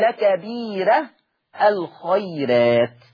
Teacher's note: اما يجيني الراء المفتوح وقبلها ياء ساكنة، ياء ساكنة سواء بقى كانت مادية ولا لينة، حكم الراء حكمها الترقيق قولا واحدا